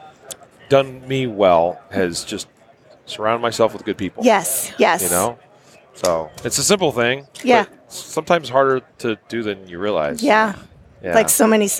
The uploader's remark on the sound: An interview that was recorded on the SHOT Show floor in the HK booth.